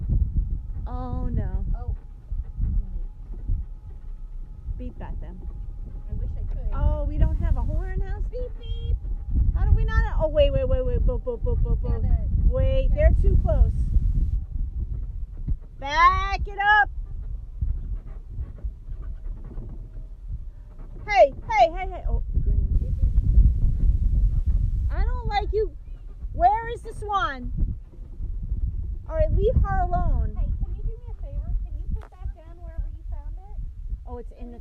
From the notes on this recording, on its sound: record themselves while toodling around in a golf cart, trying to enjoy nature while avoiding an angry swan